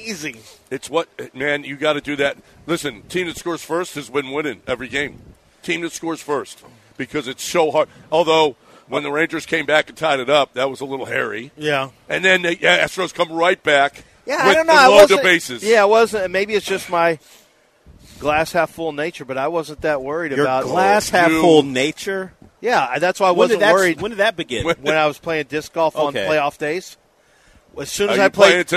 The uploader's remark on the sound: Live from East River 9